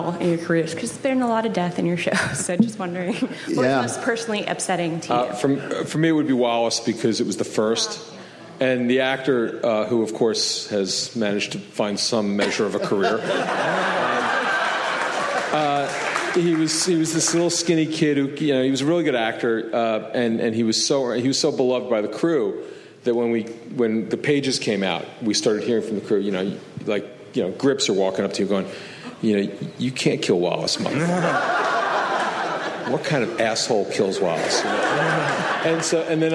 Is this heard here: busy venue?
yes